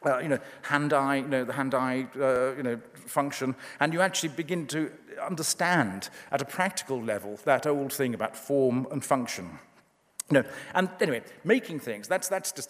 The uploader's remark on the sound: The inaugural If Conference, from debate forum Intelligence Squared, took place on November 25-26th November in London.